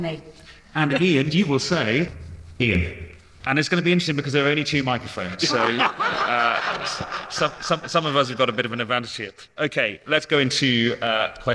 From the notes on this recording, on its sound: Recorded live onstage at Ticketsolve's Recharge 2023 forum at Conway Hall in London in February